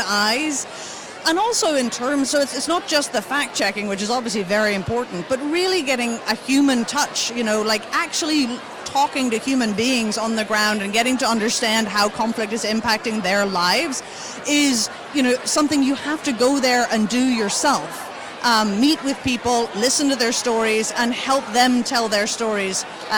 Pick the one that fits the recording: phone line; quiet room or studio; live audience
live audience